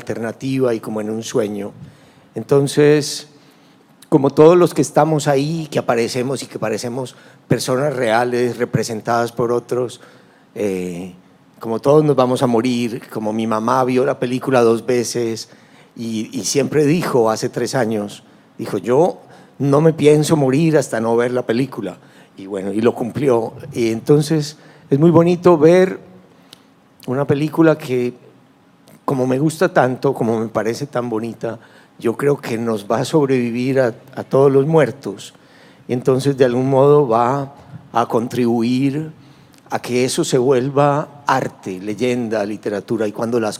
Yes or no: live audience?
yes